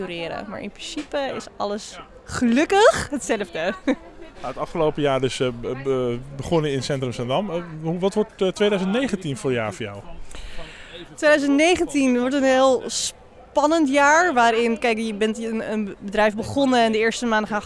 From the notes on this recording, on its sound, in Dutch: Op de nieuwjaarsborrel in Lab 44